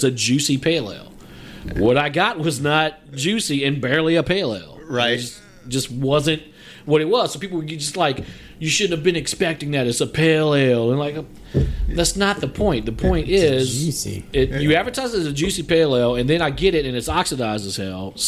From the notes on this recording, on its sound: returns to where the podcast began at Running Monk Brewery